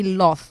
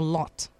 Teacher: He used the TH sound to say loth instead of lot · Shown in: first take